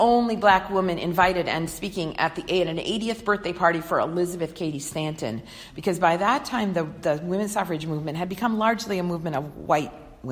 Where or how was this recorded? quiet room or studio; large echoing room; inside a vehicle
large echoing room